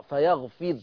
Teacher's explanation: وطالما ان الراء بورش بيقراها ساكنه ومسبوقه بكسر وهو الفاء يبقى الراء مرققه